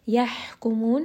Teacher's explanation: ha is going to be from the middle of the throat. And then we end here on a four count mad arid للسكون.